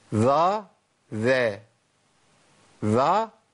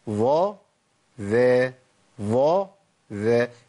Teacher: ما ينفعش اقول الظاء المفتوحه والذال المفتوحه بهيئه شفتين واحده · Shown in: second take · Term: هيئه الشفتين